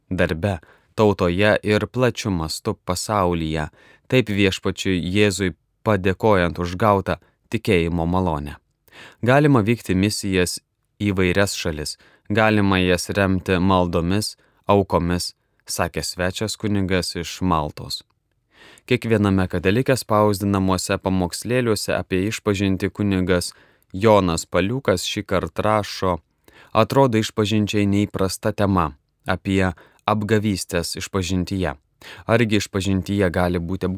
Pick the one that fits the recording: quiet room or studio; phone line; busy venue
quiet room or studio